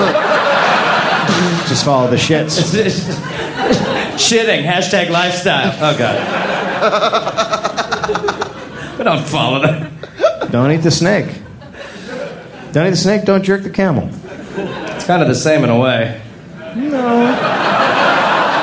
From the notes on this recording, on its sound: Live in Sydney, Australia.